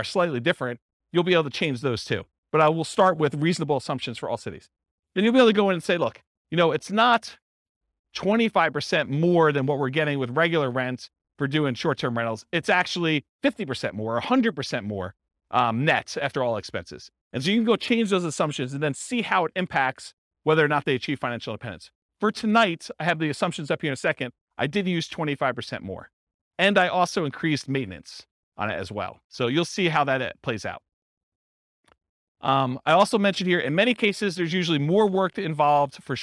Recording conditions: live audience